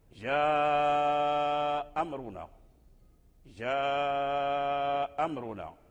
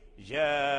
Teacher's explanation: فالهمزة هنا تغيرت عند لقائها الهمزة الأخرى، أي اجتمعت همزتين فتغيرت الأولى بالإسقاط · Shown in: first take · وإسقاطها هنا عارض ليس لازما للكلمة، بحيث لو وقفنا على جاء فنثبت الهمزة فنقف جاء فترجع الهمزة في حال الوقف، تسقط في حال الدرج، أي إذا وصلنا الكلمة كلمة جاء بما بعدها من الكلمات يعني بكلمة أمرنا فالهمزة تسقط. · Term: إسقاط العارض